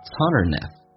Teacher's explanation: It's 跟 underneath 可以有个连音